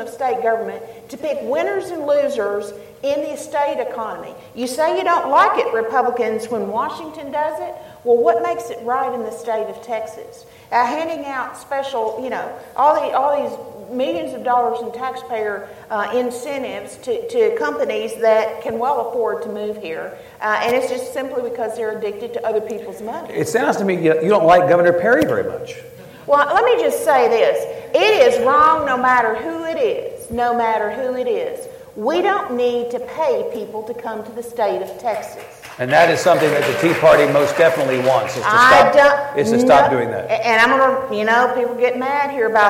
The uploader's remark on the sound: keynote session of The Texas Tribune Festival